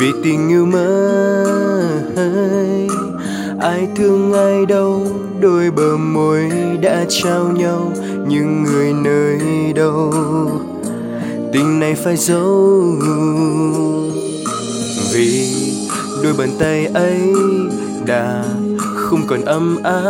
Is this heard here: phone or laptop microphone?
yes